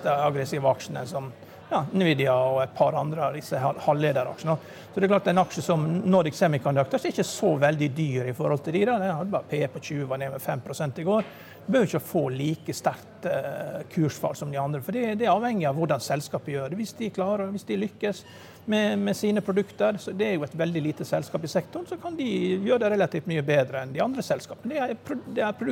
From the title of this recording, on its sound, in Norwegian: Live fra Pareto-konferansen